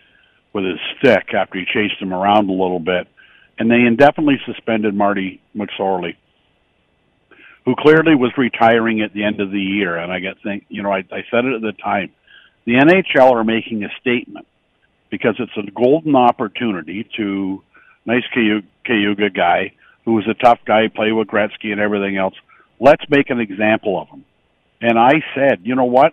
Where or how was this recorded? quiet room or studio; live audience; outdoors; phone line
phone line